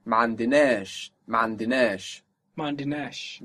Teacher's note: a small a, when it is stretched, kind of sounds a little bit more like an e